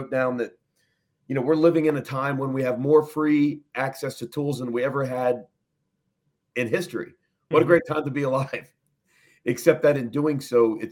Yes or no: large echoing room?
no